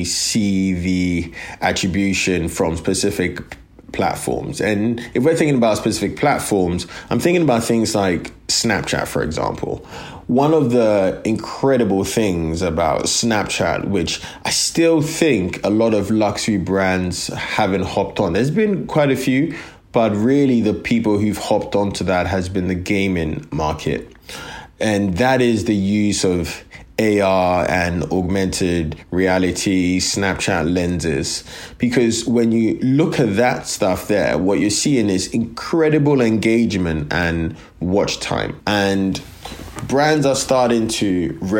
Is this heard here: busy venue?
no